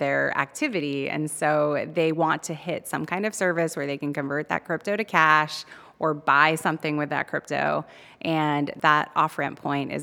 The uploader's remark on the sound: joined live from New York City at the Chainalysis Links Conference